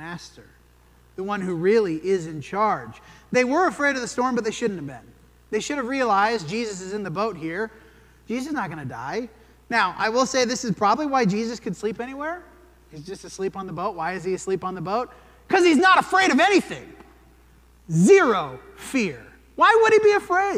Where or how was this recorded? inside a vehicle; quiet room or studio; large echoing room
large echoing room